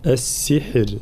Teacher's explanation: الراء في كلمة السحر حال الوقف مرققة مع بيان صفات الراء من جهر وكذلك توسط